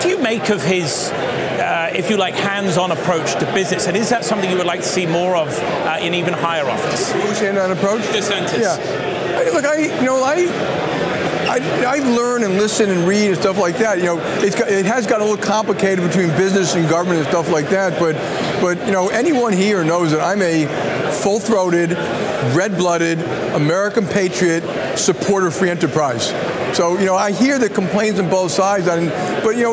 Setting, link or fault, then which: setting, busy venue